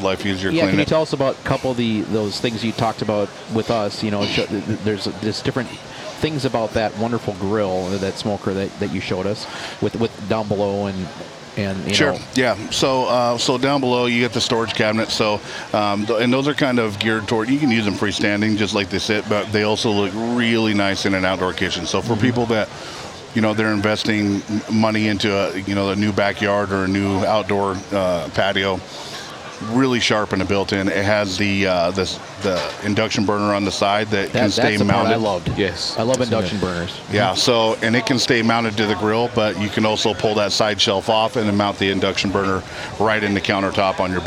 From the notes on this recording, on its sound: Recording fun and informative interviews at the MN State Fair! We were invited to the MN State Fair by our friends at Beisswenger's Hardware & Power Equipment!